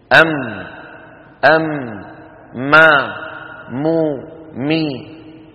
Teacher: بانطباق الشفتين، ويصاحب ذلك غنة من الخيشوم، أم أم ما مو مي. · Term: الميم